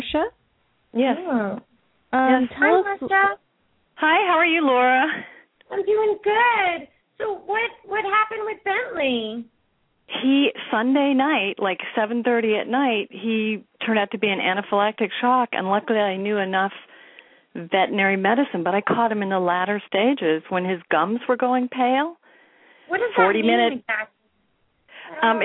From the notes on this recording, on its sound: open up the lines for listeners to call